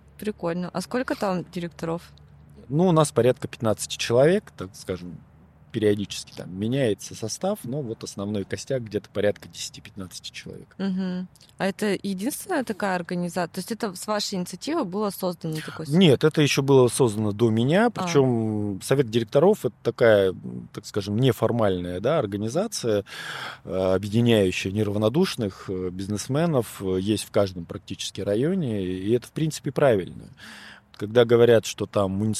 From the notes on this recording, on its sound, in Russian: Подкаст записывался в сквере Алое поле.